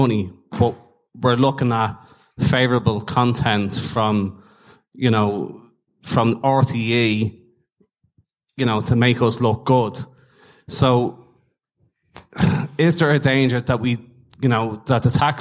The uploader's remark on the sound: part 3 of the recent Sugar Club Live show